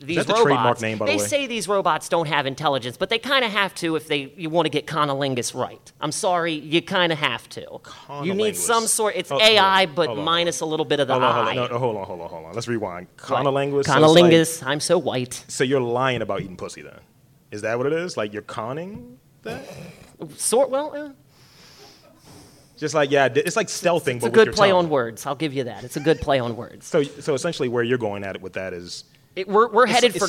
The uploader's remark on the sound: Live At The Baltimore Podcast Festival. Record live at The Windup Space in Station North.